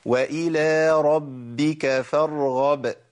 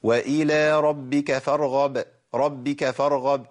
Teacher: الباء المشددة لابد من نطق باءين، باء ساكنة وباء ايه متحركة · Shown in: first take